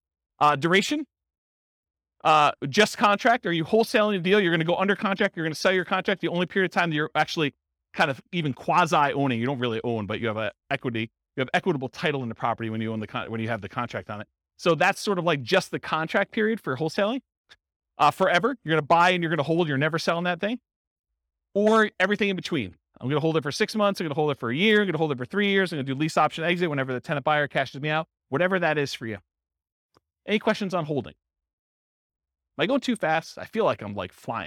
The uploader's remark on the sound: In San Bernardino, California. This was a live class recorded.